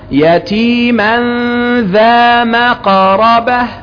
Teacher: فالتنوين وقع بعده ذال، والذال من حروف الإخفاء، والإخفاء بغنة